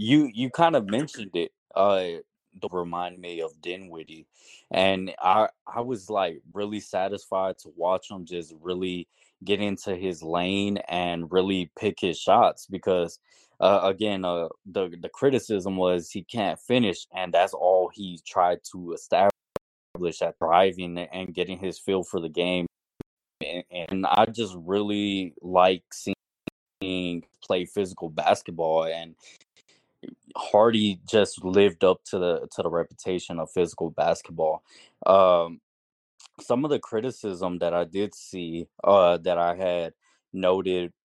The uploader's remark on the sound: Apologies for the audio issues, crappy internet here in Vegas media room.